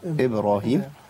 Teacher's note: وإذ بوأنا لإبراهيم عندي قلقلة في الباء إبرا إبرا ما أقولش إبراهيم ما ينفعش ولا أقول إبراهيم ما جبتش قلقلة خالص تمام. والقلقلة هنا في أدنى مراتبها يعني ضعيفة مش محتاج إن أنا أبالغ فيها